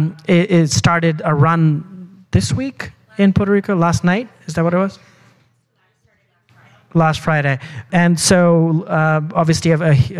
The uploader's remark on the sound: with audio from one of our annual Megatrends events